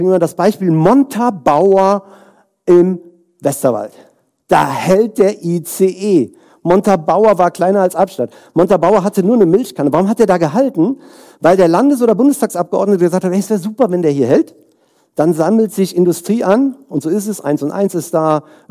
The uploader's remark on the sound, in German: Inhalt der Folge ist ein Keynote-Mitschnitt